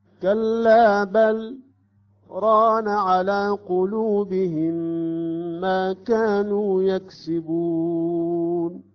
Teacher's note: كلا بل سكتة مقدار حركتين ثم ران على قلوبهم